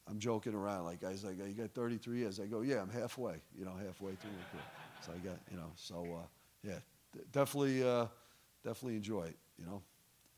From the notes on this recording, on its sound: The recording you'll hear in this episode took place at our National Leadership and Performance Summit in Annapolis, Maryland, in April 2023.